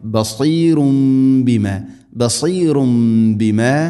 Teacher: തൻവീന് ശേഷം ബാ വന്നാൽ തൻവീനിനെ മീമാക്കി മാറ്റണം. ഇഖ്ലാബ് എന്ന് പറയും, മണിച്ചുകൊണ്ട് ഉച്ചരിക്കണം.